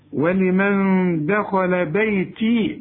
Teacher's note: النون اللي بعدها دال، الدال من حروف الإخفاء، عاوزين غنة